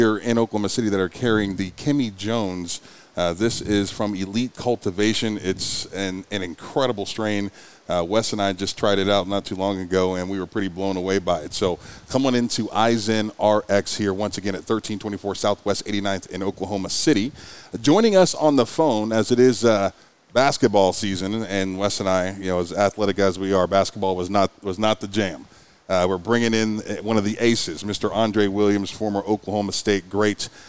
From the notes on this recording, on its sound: Live from IZenRx Dispensary in Okc